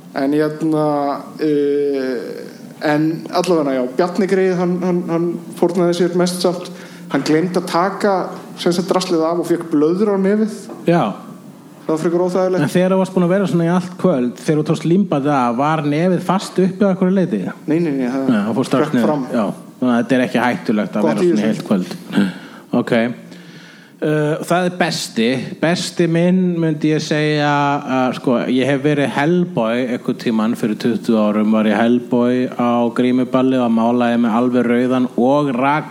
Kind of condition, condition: setting, live audience